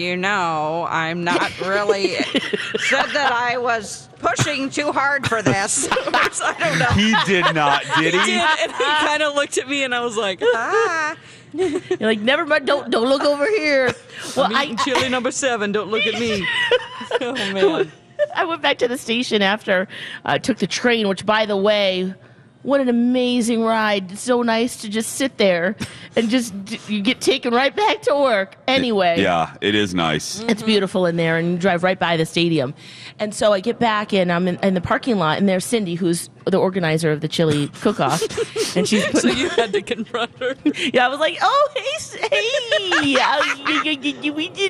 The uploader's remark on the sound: broadcast live from the AC Hotel for the Superbowl